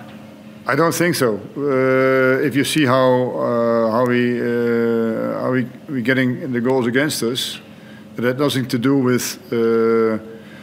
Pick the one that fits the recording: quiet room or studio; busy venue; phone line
busy venue